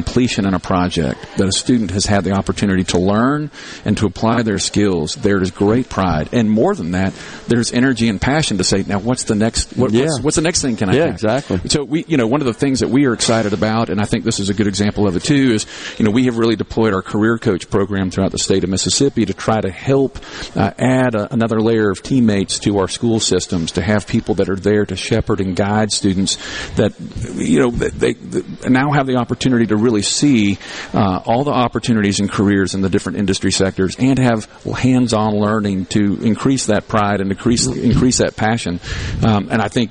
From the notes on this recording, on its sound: MidDays is LIVE from the Mississippi Trademart for MS Construction Education Foundation Skills Competition.